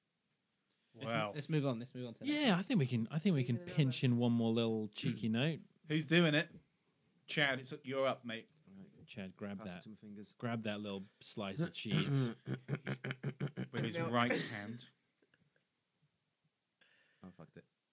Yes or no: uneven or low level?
yes